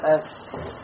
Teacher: поток воздуха не останавливается, а продолжается. В отличие от буквы, которая является шадида. · Term: рахова